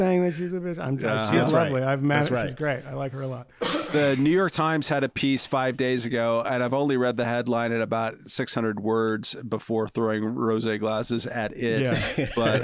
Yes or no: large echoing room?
no